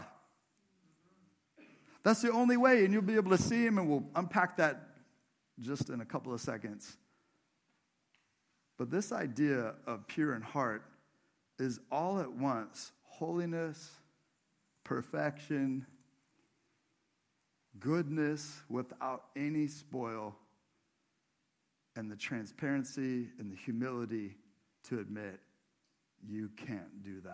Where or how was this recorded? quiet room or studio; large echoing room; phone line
large echoing room